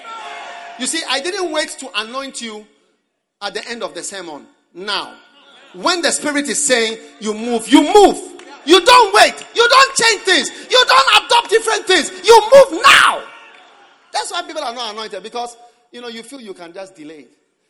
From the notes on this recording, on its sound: Preached at the Prophetic Encounter Service, Accra.